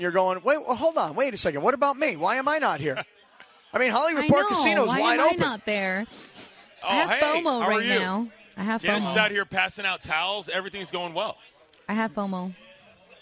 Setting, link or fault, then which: setting, busy venue